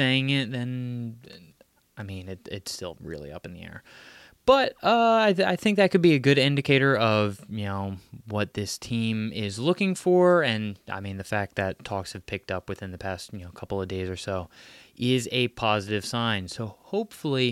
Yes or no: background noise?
no